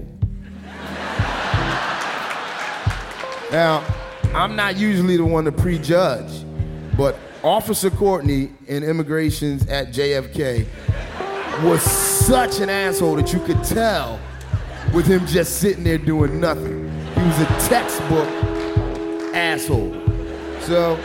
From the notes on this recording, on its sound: Performed live. At the Brooklyn Academy of Music for Snap Judgment LIVE.